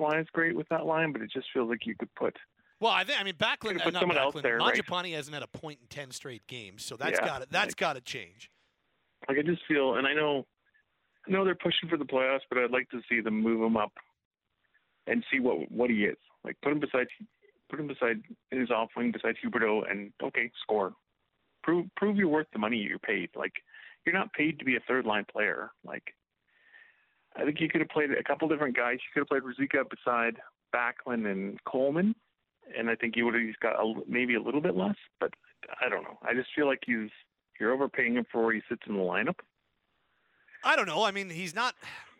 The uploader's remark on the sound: we open up the Phone and Text lines to let your hot takes fly!